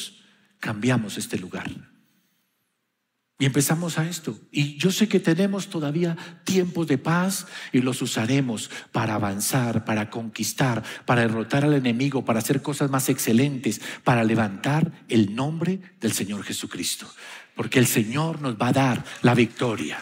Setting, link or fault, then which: setting, large echoing room